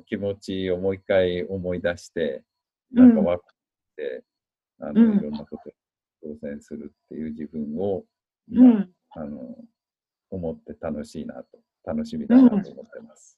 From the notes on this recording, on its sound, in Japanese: 今回もZOOM収録でお届けです